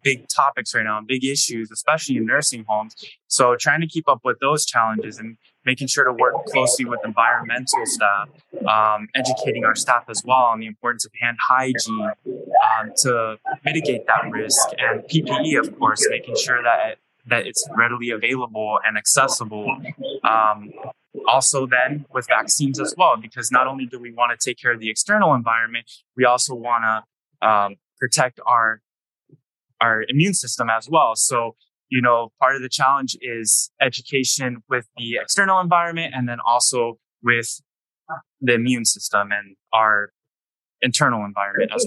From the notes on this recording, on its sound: Live from the 2023 BAPIC tradeshow in Tampa, Florida